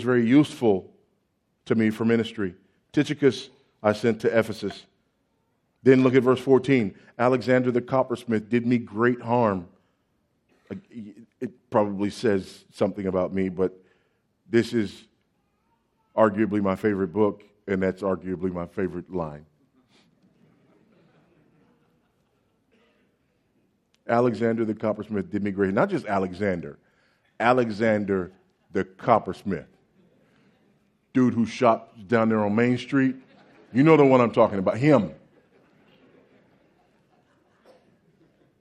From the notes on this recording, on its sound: at the IOPT Pre-conference on Calling and Vocation, preceding the 2022 National Founders Conference in Southwest Florida